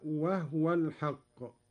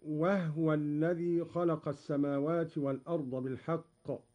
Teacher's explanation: قرأ قالون بإسكان الهاء هكذا: وهو الحق.